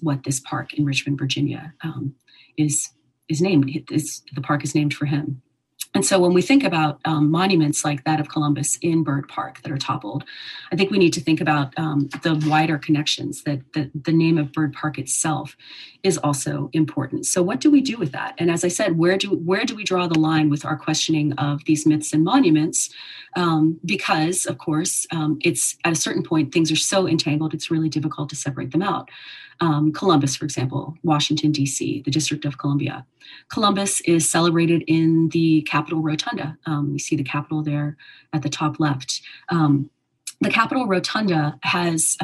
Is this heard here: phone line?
no